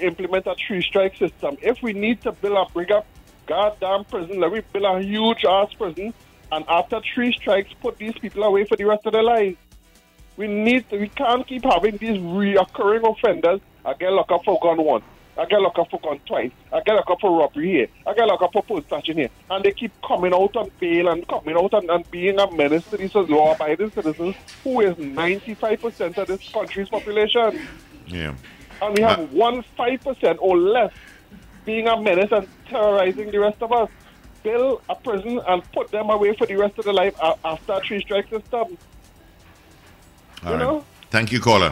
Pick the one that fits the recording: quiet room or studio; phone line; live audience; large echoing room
phone line